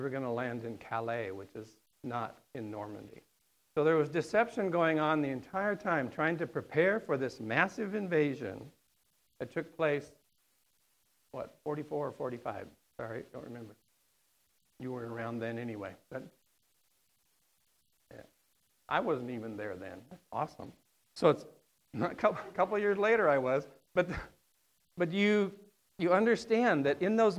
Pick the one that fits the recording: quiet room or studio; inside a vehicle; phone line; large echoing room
large echoing room